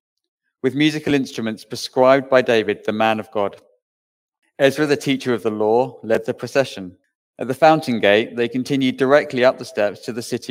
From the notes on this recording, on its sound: Recorded Live stream Sermon from Binscombe Church (BWS) 28th January 2024